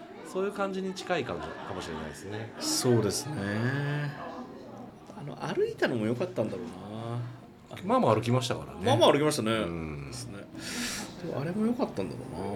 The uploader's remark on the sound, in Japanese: 今回は対面です！東京での収録です！東中野にあるPodcastスタジオとクラフトビールのお店「雑談」にて録りました。